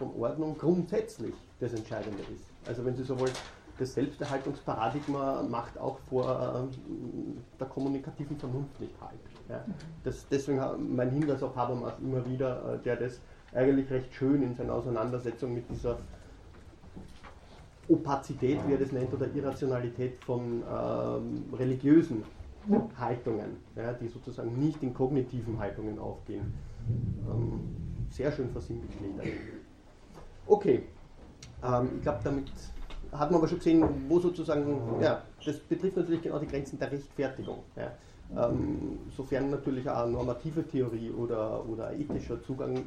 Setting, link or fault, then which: setting, large echoing room